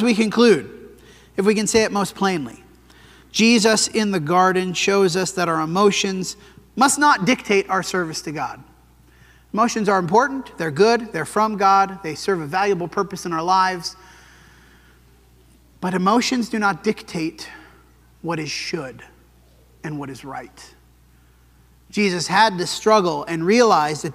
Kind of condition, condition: setting, large echoing room